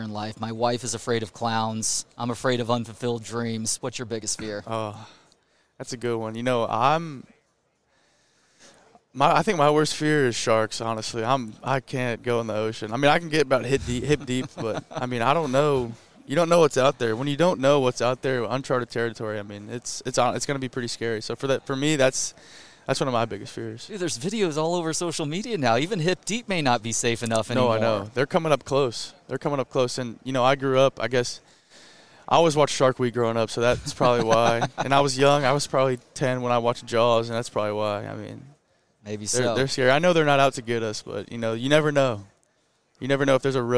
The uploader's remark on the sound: at Big 12 Media Days, from AT&T Stadium in Arlington